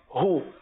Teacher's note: ہا جو حلق کے آخر والے حصے سے ادا ہوتا ہے، ہو، اس کی ادائیگی کو عموماً بعض اوقات جو ہے نا بہت زیادہ محذوف کر کے ادا کرتے ہیں جس کی وجہ سے یہ صحیح معنوں میں ادا نہیں ہو پاتا.